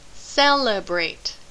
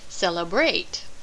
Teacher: Put it two syllables before that ending. So, the three-syllable word celebrate has stress on the first syllable, not the last · Shown in: first take · Celebrate, not celebrate.